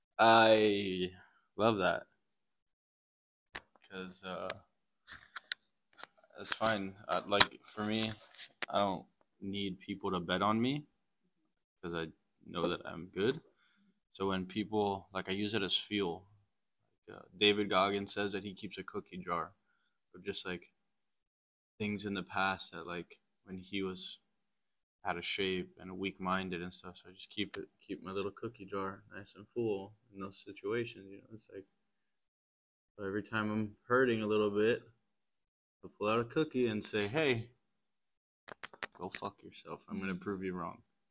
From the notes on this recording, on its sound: We had a few technical difficulties but we got through it!